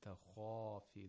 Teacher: The root of the tongue is raised and the mouth opens vertically. · Term: tafkhim